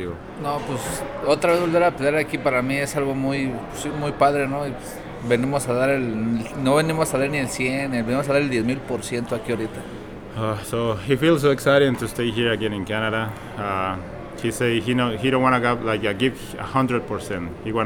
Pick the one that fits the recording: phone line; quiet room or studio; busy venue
busy venue